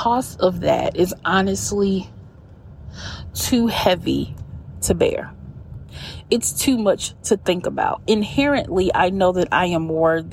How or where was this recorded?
inside a vehicle